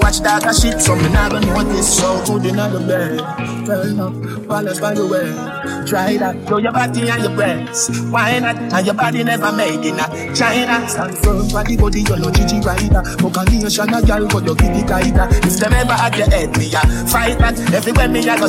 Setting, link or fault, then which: setting, busy venue